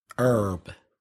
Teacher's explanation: So the Americans do not pronounce the H at the front of herb, where British English speakers do.